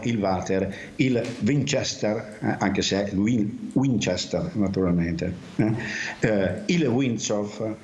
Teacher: pronunciamo quella W che in realtà è una U, come quella di uomo, tanto per capirci, una U semiconsonantica, però lo pronunciamo come se fosse V